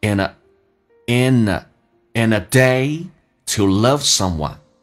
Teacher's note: 记住 nd 结尾的，把 d 去掉，用前面的 n 进行连音